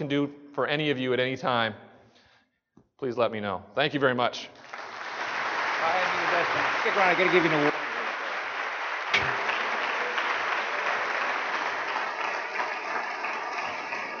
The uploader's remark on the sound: 2017 TAAP Conference KEYNOTE